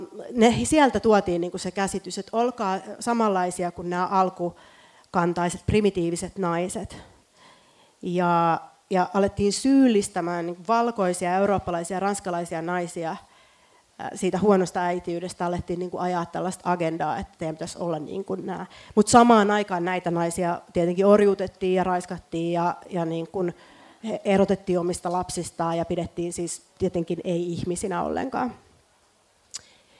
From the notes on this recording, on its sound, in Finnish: Tämä jakso on äänitetty livenä F/Symposium -tapahtumassa.